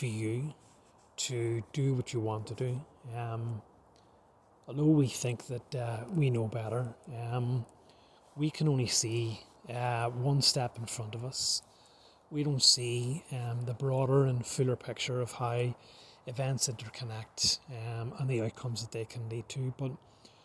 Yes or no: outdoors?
yes